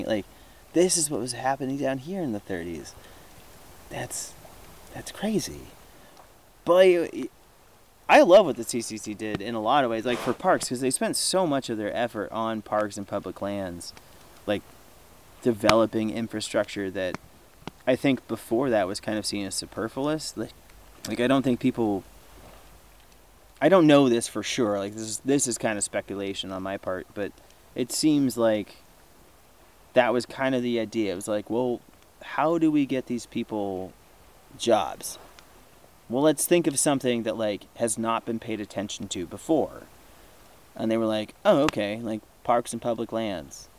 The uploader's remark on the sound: During my visit to the San Juan Islands. While enjoying a few drinks around the campfire, as you do.